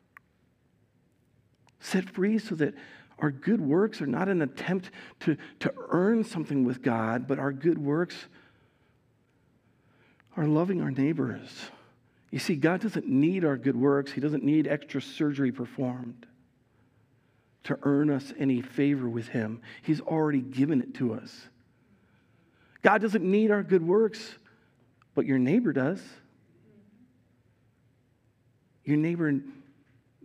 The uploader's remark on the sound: Recorded live at Word of Life Church in Le Sueur, Minnesota, on November 6, 2022